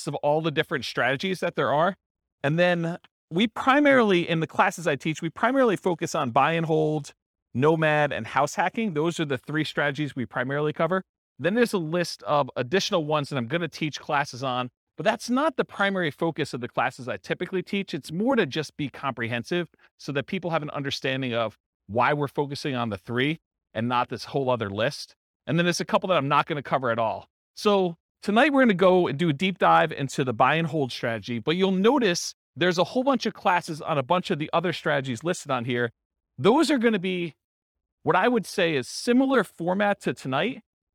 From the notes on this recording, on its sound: This was a live class recorded